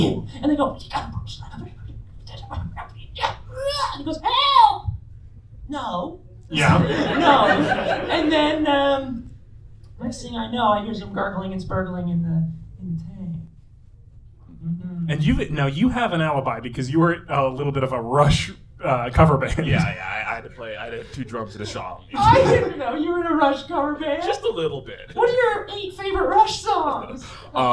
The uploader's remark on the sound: Recorded live at Toronto Comicon.